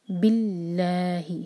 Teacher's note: اللہ تعالیٰ کے نام سے پہلے جو ہے ورڈ ہے بی، اب اس پر کسرہ ہے، بی کے بعد جو الف ہے وہ حمزۃ الوصل ہے، اس کو پرناؤنس نہیں کریں گے، تو با کو لام سے جوڑیں گے اور لا دو حرکہ، کیونکہ کسرہ ہے اللہ تعالیٰ کے نام سے پہلے تو ہم لام جلالہ کو لائٹ پڑھیں گے